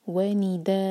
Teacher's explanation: तो फ़तह की तनवीन पर जब भी हम रुकते हैं तो दो हरका खींच कर रुकते हैं · Term: मद अवद अनि तनवीन